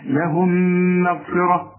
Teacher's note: عندك الميم الأولى بدون تشكيل، الميم الثانية متحركة يعني مفتوحة أو مضمومة أو مكسورة، فالميم الساكنة بتخش في الميم دي تبقى ميم دبل كده